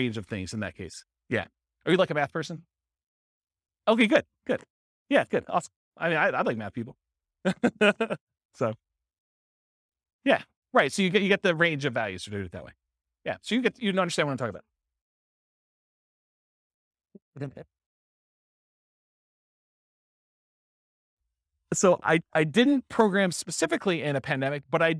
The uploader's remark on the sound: This was a live class recorded